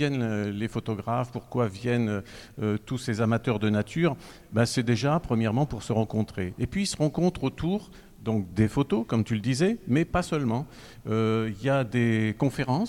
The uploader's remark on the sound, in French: Les élèves de l'atelier journalisme du collège Anne Frank de Saint-Dizier, avec le concours de Canopé, ont réalisé une émission de webradio en direct du festival de Montier-en-Der.